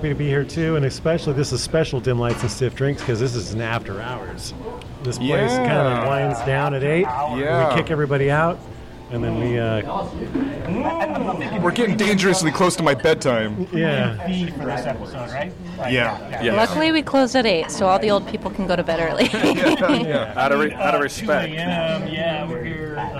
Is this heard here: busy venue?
yes